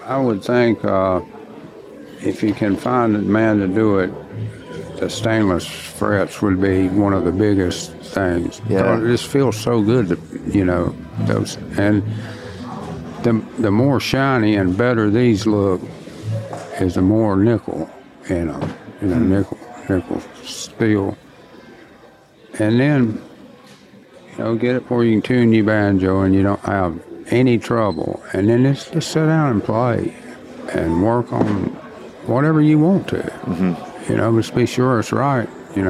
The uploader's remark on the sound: Recorded at the 2022 IBMA World of Bluegrass in Raleigh, North Carolina.